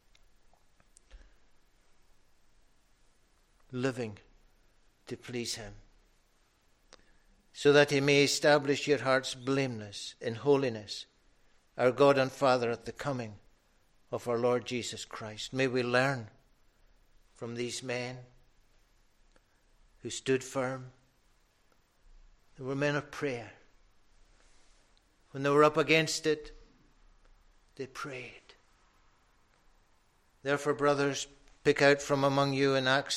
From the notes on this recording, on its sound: recorded at North Harris Free Church on Sunday morning 30th January 2022